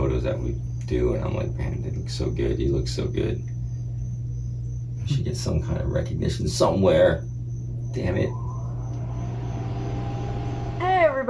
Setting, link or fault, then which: fault, sounds in the background